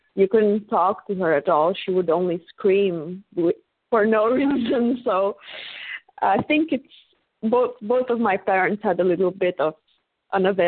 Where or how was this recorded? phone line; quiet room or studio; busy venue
phone line